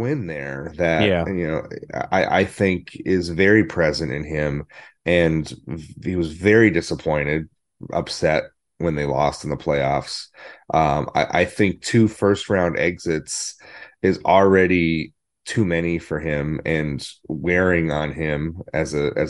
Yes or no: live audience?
no